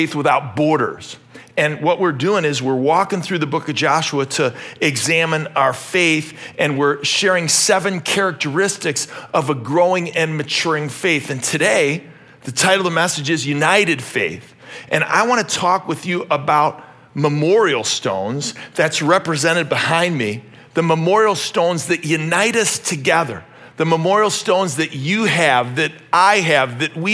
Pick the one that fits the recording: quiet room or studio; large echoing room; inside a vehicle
large echoing room